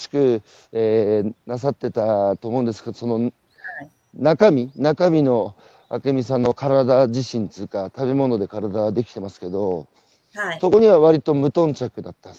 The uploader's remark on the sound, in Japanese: 歩きながら1時間、対談する。